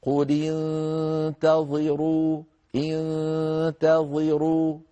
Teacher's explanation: التاء مرققة الظاء مفخمة